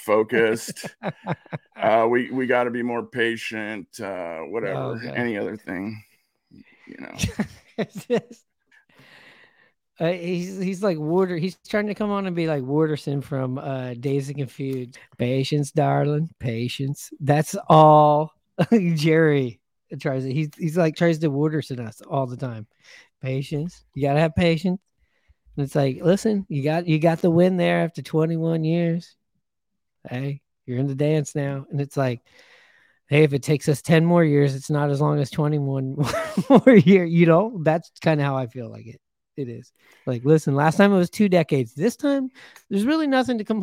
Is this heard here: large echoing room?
no